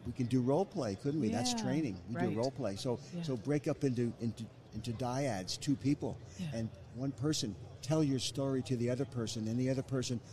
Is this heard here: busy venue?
yes